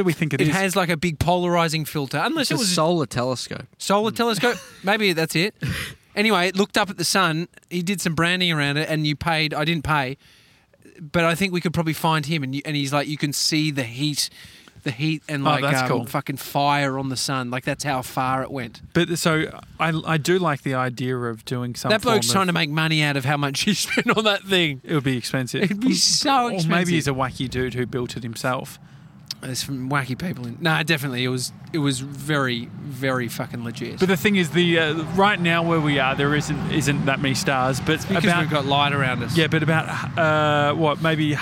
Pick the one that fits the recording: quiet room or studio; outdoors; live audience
outdoors